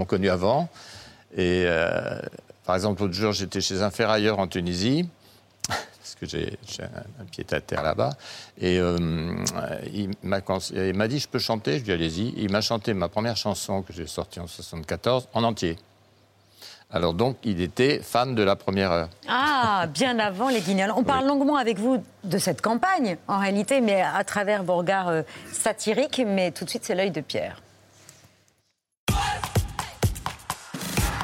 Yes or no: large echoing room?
no